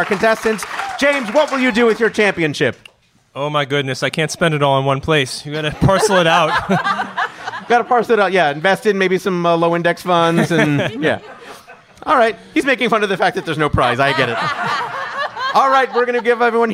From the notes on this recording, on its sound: Live from the Game Show Boot Camp in Las Vegas, Nevada